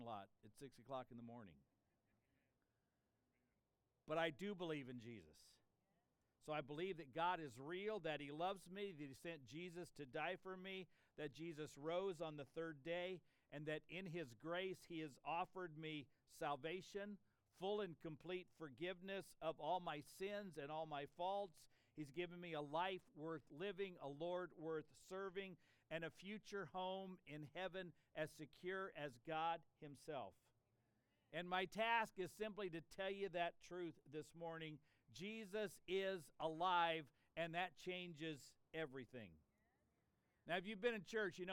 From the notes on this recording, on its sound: This sermon was preached on Easter Sunday, April 9, 2023 in an outside worship service. (That helps to explain the birds and the planes in the background!).